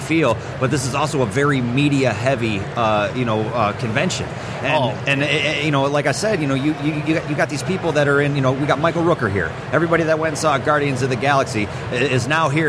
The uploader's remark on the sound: Live from Motor City Comic Con 2017